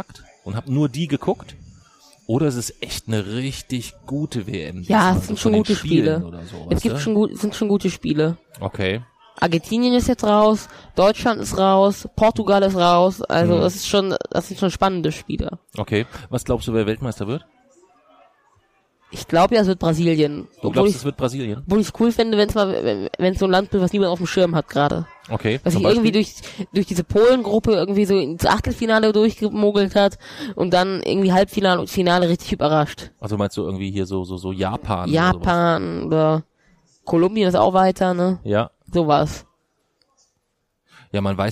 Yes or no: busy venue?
yes